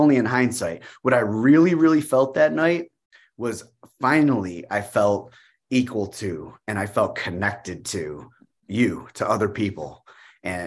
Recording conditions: video call